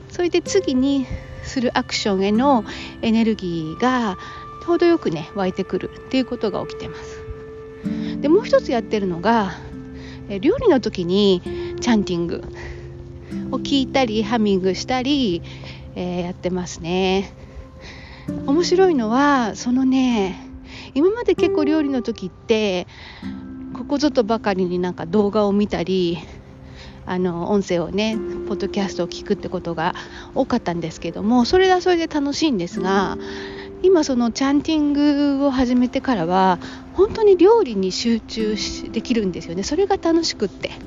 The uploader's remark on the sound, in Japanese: 今回は散歩をしながらの収録をしてみましたー。歩きながらでも話ができた。